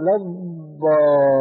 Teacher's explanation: هذه ضاد ليست إلا دالة مفخمة كما يقول علماء التجويد. أما الضاد العربية الصحيحة والتي يجنجن حولها ابن الجزري ومن شرح كلامه فهي ضاد الرخوة يقترن معها الاستطالة، بحيث لو أراد الإنسان أن يمد نفسه بضاد ولا الضالين لا استطاع خلافا للضاد الشامية فإنه ينقطع وينصدم.